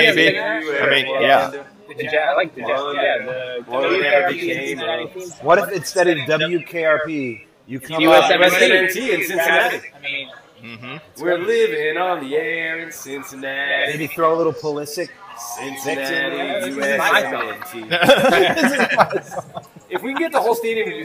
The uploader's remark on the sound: Part 1 is the pregame introductions, some sound from at the game and shortly after.